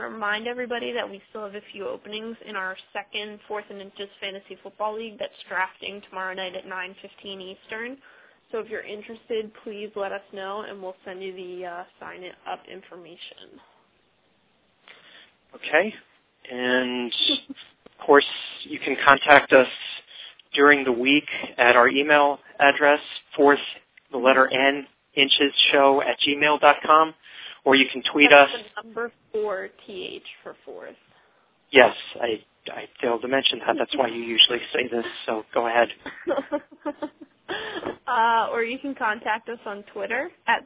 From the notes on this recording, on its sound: fan interaction via phone